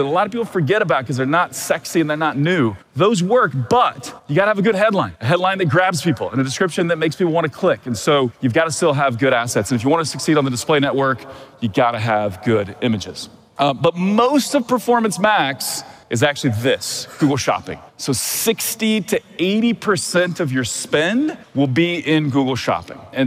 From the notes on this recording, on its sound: This is the recording from a recent talk I gave in Austin, Texas, to a group of 1,200 eager Amazon Sellers and DTC brand owners